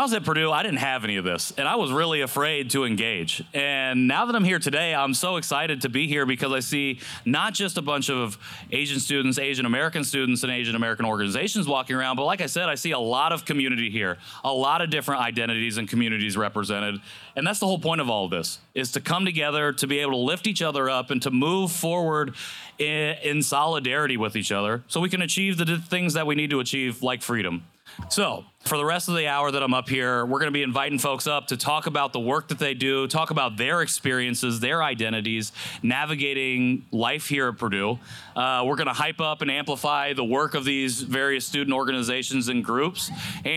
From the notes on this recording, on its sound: We're coming to you live from Purdue University to celebrate Express Fest 2023! A radio style broadcast featuring interviews and songs. Due to copyright and licensing laws we can't play the actual songs on the recording.